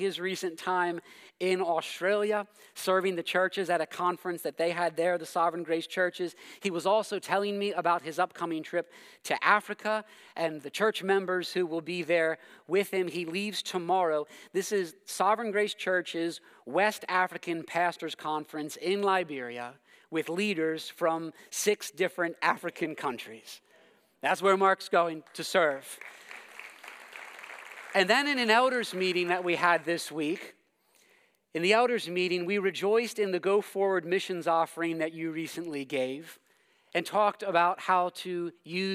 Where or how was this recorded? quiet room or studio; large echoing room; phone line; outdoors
large echoing room